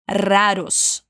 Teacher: De novo, mas vibrando a língua só no primeiro R